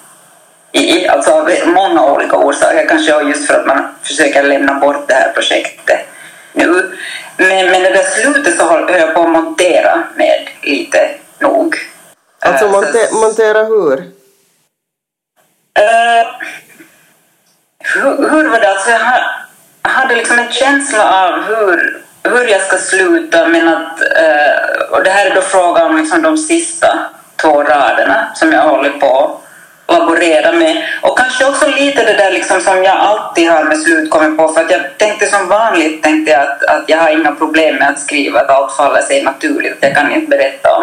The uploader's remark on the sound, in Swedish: För första gången någonsin kunde gruppen inte samlas rent fysiskt, utan bandade in på olika håll vilket tyvärr påverkade ljudet, men absolut inte innehållet!